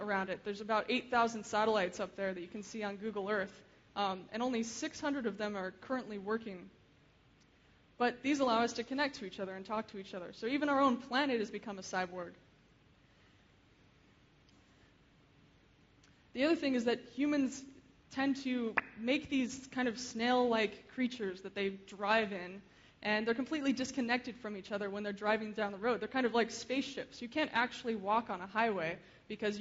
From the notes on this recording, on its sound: Keynote speech. Frontiers of Interaction 2011.